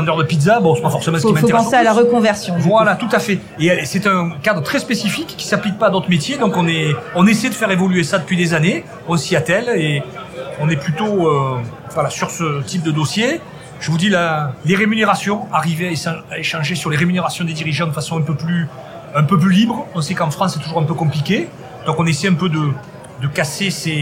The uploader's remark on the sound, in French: Banque des Territoires La Radio vous emmène à Tours au congrès des EPL. Retrouvez les émissions comme si vous y étiez avec les invités en plateau, les reportages en région et également les interviews en direct des couloirs du congrès. Enregistré le 05/10 à Tours.